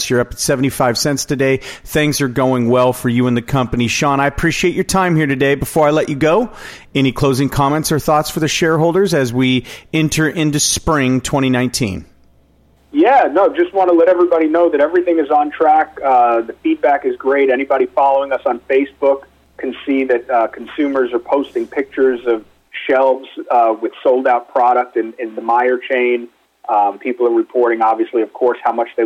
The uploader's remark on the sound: called in to SmallCapVoice